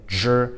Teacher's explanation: zhr is more of a rounded lip, right? So you have to round your lips and you should feel that puff of air escaping your mouth just like you did with CH.